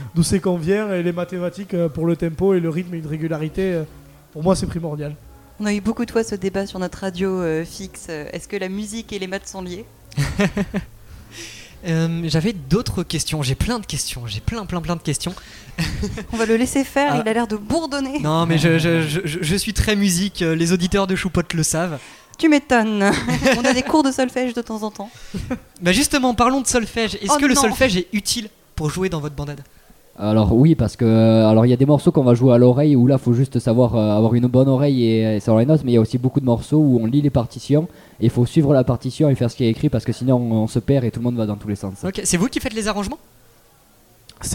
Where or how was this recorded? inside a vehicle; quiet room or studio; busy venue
busy venue